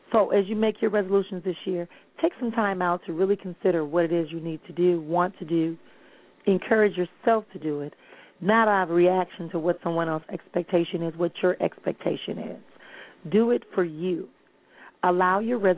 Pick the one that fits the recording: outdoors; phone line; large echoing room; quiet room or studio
phone line